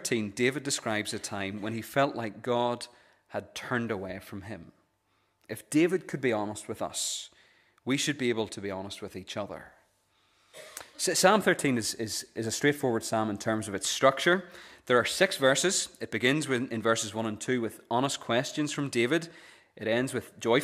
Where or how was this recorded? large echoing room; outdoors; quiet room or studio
large echoing room